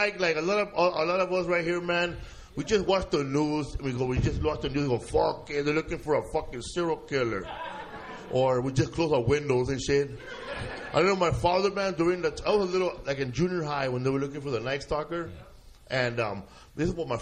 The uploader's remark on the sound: We celebrated by doing the podcast in front of a live audience. At the Ice House in Pasadena and we brought back a bunch of our past guests. Podcast Live in L.A.